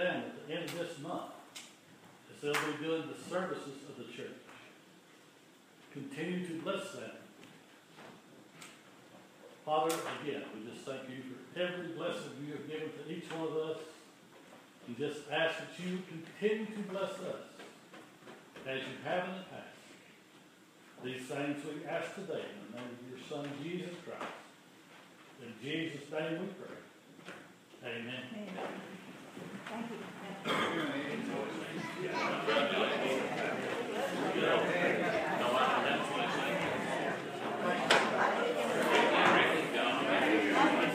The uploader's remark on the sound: The following is an audio recording of the Sunday morning worship service at Persia United Methodist Church in Rogersville, TN.